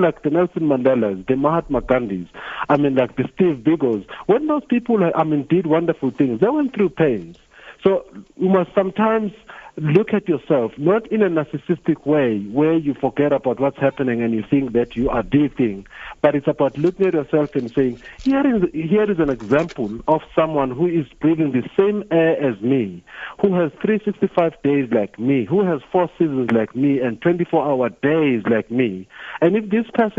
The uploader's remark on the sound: Guest (PHONE)